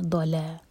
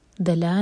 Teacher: انشاءاللہ ضاد کو ہیوی اور لام کو لائٹ رکھیں گے · Shown in: first take